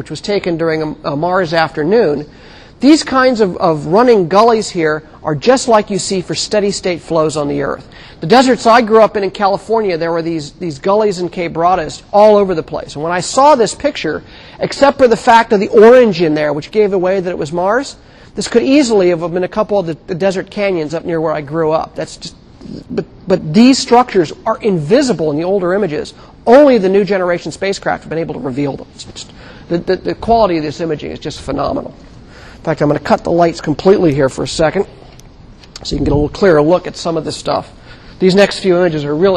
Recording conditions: large echoing room